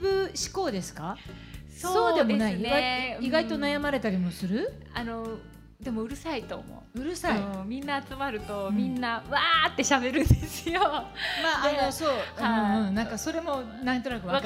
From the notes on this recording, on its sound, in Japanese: 公開収録